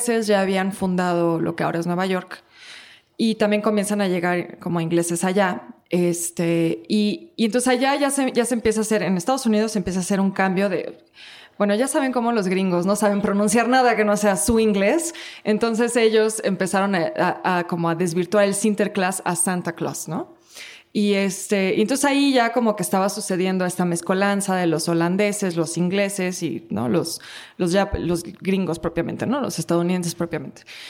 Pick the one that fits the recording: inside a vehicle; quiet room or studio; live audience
live audience